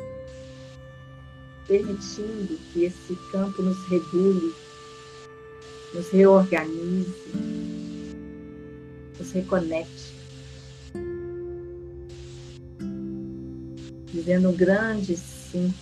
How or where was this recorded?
video call